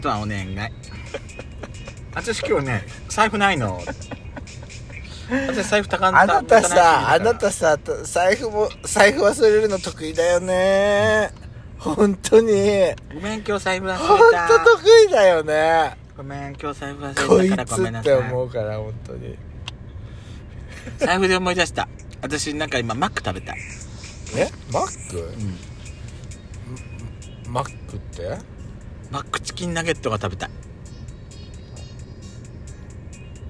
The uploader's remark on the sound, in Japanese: パーキング収録